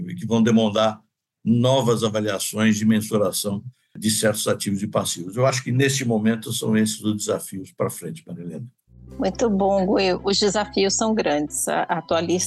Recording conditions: video call